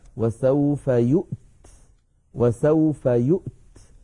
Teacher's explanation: بهمزة ساكنة وبعدها تاء ساكنة، فيها شيء من الصعوبة